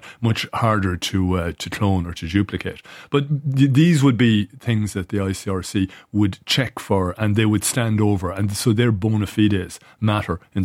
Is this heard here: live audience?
no